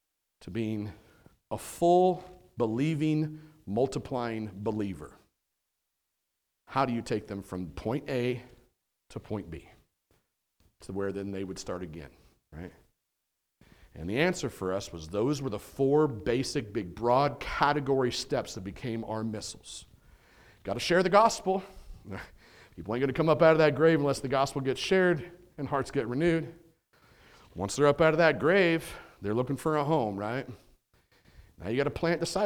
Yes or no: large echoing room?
yes